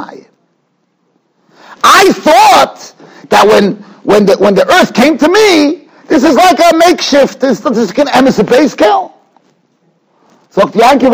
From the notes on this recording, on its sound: Shiur recorded in Yeshivas Ohr Reuven, Monsey, NY.